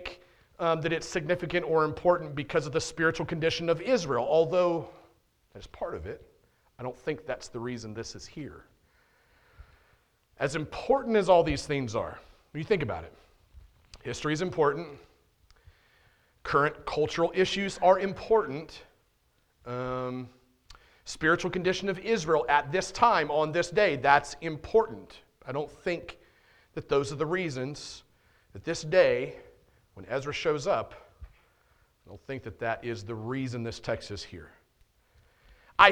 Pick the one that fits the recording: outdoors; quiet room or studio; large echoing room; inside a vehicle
large echoing room